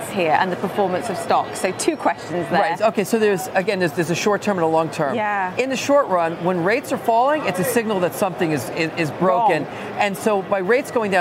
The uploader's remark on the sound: live from the New York Stock Exchange.